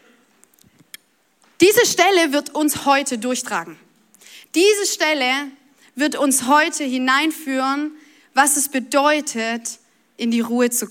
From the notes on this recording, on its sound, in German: Audiomitschnitt der Predigt